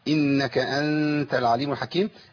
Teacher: اخفاء النون عند التاء لابد من ان يكون الاخفاء اقرب الى الادغام